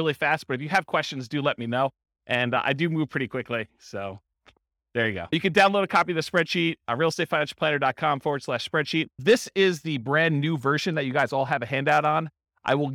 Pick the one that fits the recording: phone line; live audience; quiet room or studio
live audience